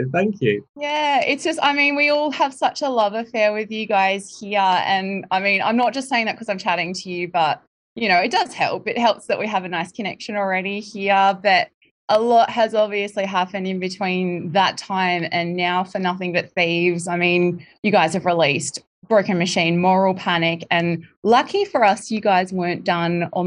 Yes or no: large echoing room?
no